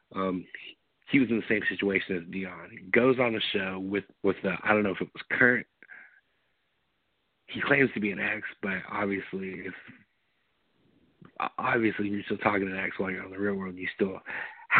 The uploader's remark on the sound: taking phone calls